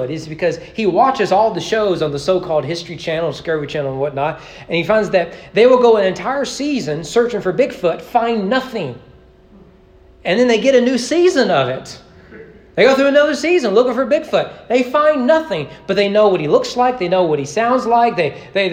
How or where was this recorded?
large echoing room